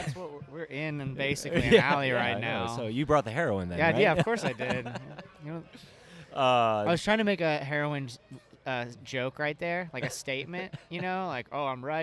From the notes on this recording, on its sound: belly up at Barley and Vine Biergarten in Orlando, FL, to record the second of our 2018 in Review series